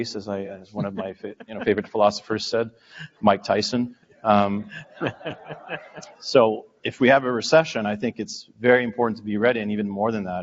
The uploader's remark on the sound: Sessions ran both onstage in Vancouver to a live audience, and from our Toronto studio for a crowd of thousands more online. Field questions from the live audience, and please note you will hear references to a few slides that were displayed to the room.